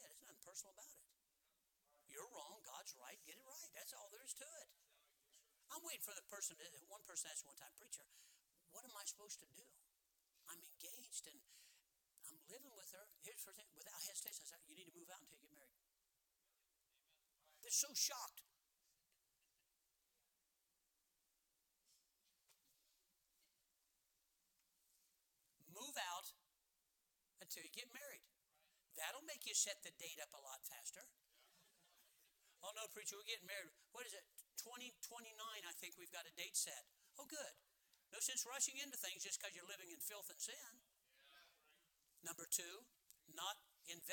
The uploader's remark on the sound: Sermons preached from the pulpit of Anchor Baptist Church in Columbus, Ohio.